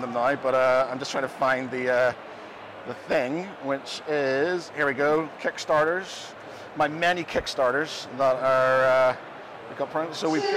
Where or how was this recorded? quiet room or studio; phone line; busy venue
busy venue